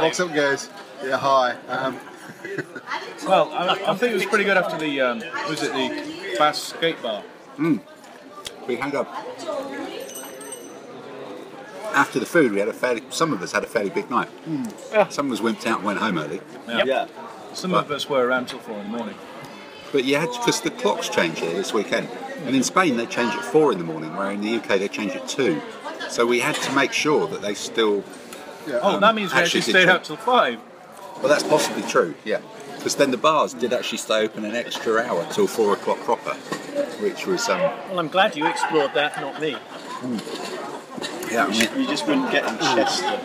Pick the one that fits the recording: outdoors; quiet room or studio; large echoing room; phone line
outdoors